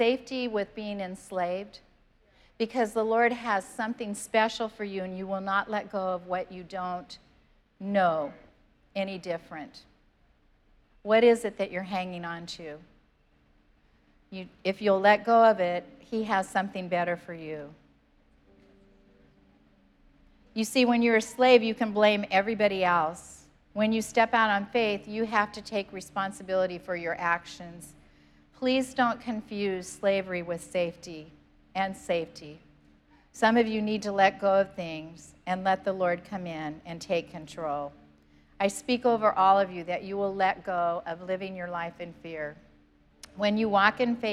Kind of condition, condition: setting, large echoing room